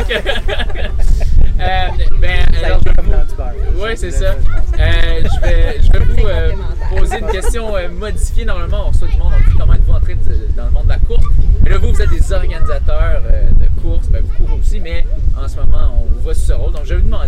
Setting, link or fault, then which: setting, busy venue